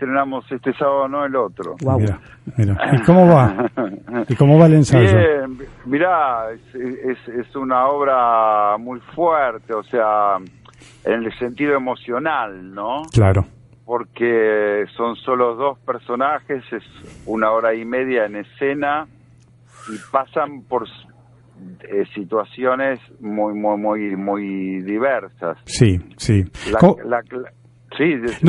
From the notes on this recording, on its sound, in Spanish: Y una entrevista telefónica. Desde los estudios de Claves del Sur.